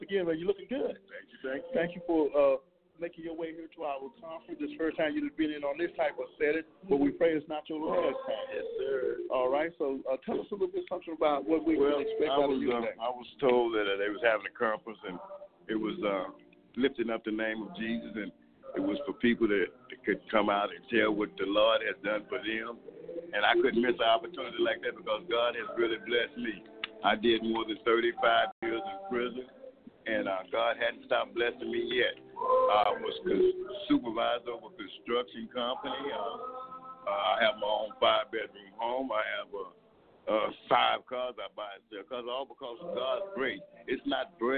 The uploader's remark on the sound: On-site podcast at this year conference 2019 Saved by Grace